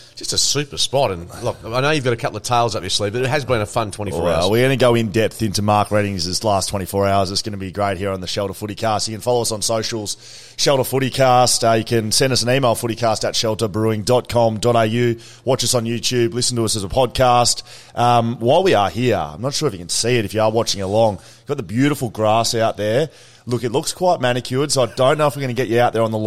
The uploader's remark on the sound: The boys hit the road to broadcast live directly from the Shelter Brewing Co. Live From Shelter Brewing Co.